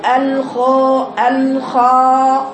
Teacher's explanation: أنا ما ضمتش شفايفي لكن بجيب الصوت من جوا مضموم · Term: إشمام بالضم